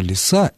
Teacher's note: Обратите внимание на то, что лиса имеет ударение на окончании.